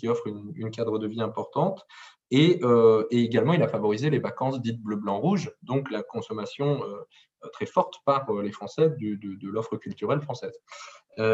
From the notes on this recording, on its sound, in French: Enregistré sur zoom